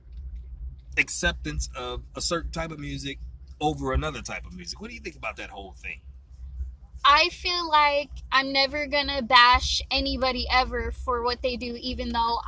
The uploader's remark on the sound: Great conversational live interview in the park